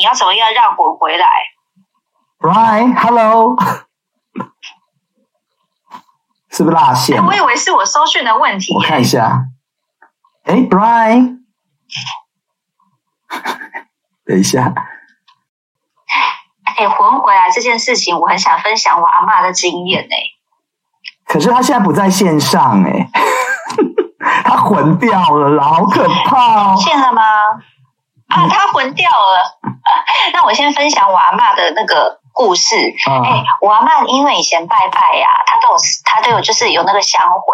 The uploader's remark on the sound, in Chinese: 遠段錄音 ,音質請見諒。在車庫錄音。